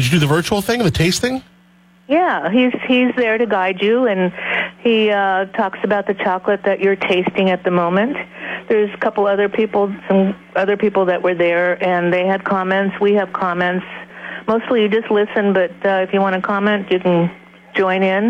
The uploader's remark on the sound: Had a listener call.